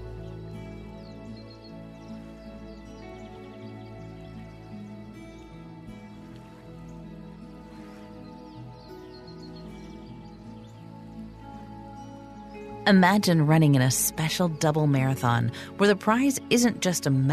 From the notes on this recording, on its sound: Relax to the sounds of birds in nature and guitar music.